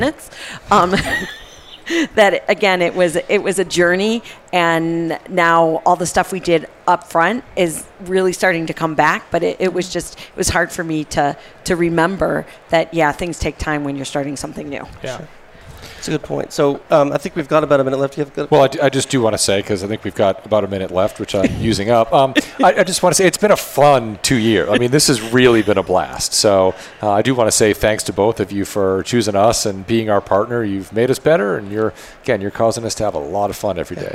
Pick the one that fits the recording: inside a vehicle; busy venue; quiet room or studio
busy venue